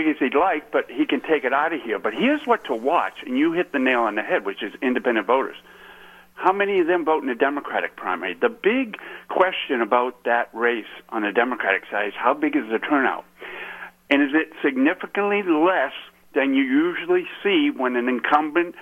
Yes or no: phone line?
yes